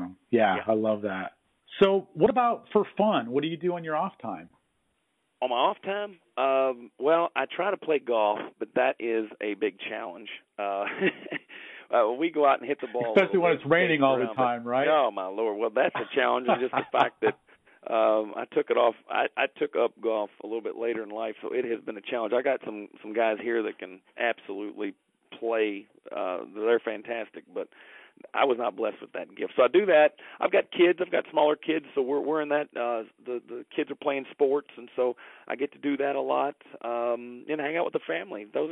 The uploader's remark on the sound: Phone Interview